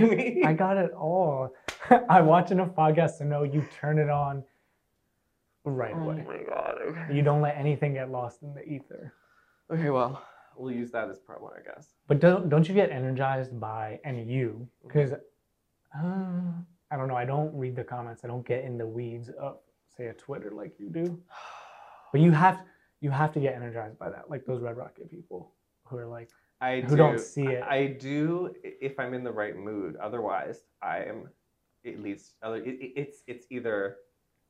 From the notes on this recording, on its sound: For the first messy, technically challenged episode of cinemush